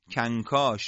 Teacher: نون در کاف اینجا به صورت طبیعی اخفا میشه